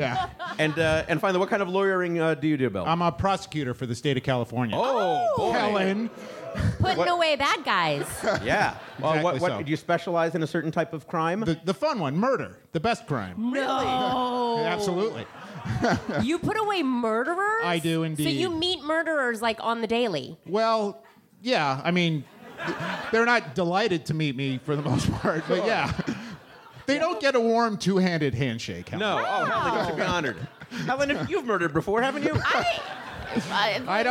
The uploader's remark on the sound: was recorded as part of a live open